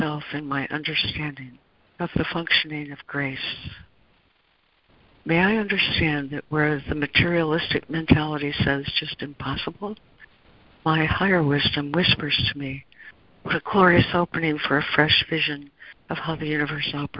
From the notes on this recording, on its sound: ACIM Daily Conference Call